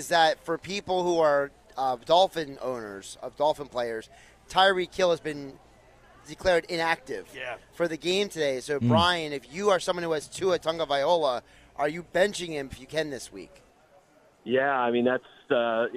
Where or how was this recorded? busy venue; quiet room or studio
busy venue